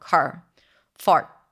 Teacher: So these are the pitfalls of the soft R, either overpronouncing it or mispronouncing it, or sometimes just making it too short, car, fart. It's a long vowel. It's like a diphthong, right? There is the vowel and then it changes to the R. There is transformation there and it needs time.